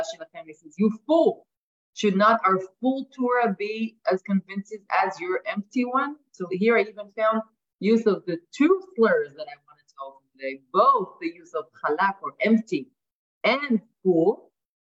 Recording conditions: video call